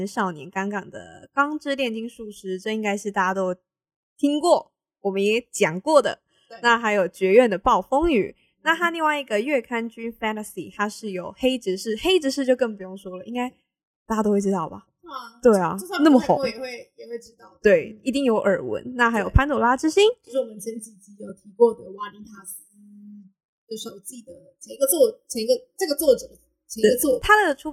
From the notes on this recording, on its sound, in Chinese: 本集音質有點問題還請大家多多擔待